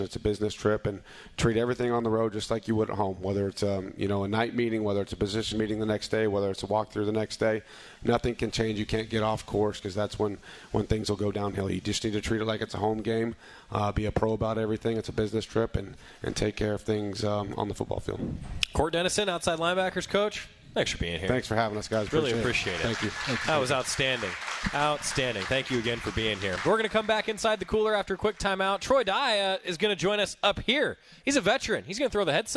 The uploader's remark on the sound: live at The Cooler